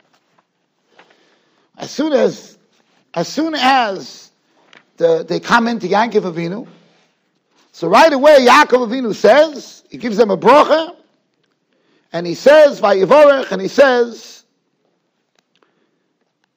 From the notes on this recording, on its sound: Shiur recorded in Yeshivas Ohr Reuven, Monsey, NY.